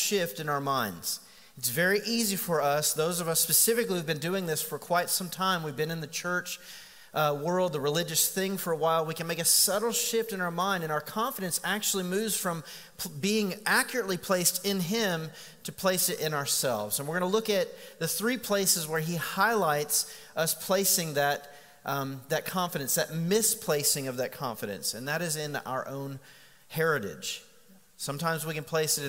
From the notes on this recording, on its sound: Recorded live on September 22, 2019. Sermon series at The Fellowship.